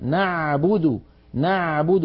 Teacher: أو بعض إخواننا يقلبونها همزة أو قريبة من الهمزة، نعبد إياك نعبد، ما يصح نقول نعبد، لابد أن نبينها نعبد نعبد من وسط الحلق